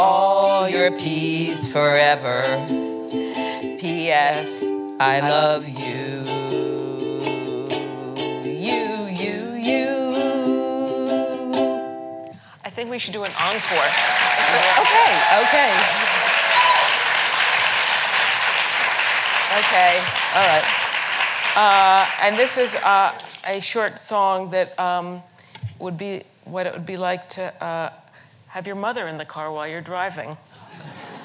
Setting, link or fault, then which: setting, live audience